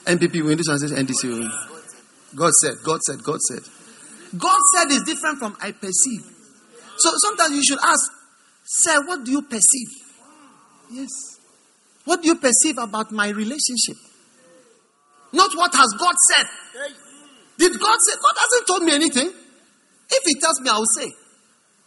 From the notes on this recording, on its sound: Preached at the First Love Center, Accra.